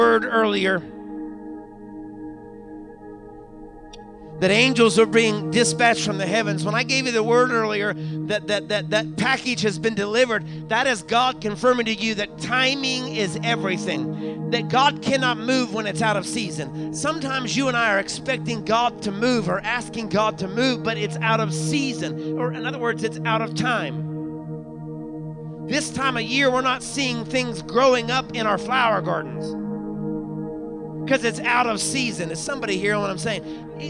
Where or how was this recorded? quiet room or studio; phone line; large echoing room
large echoing room